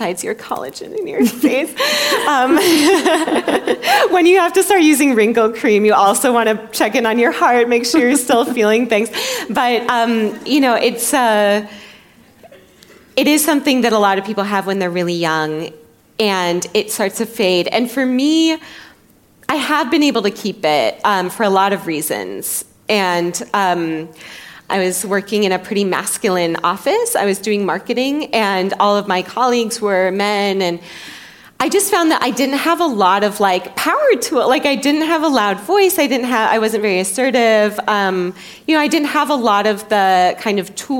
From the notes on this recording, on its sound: recorded live for our sister company, The School of Life